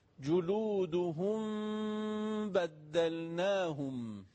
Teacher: هرگاه میم ساکن به حرف با برسه اخفا همراه با غنه دو حرکت کشش